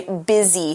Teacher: instead of using an S, we use a Z sound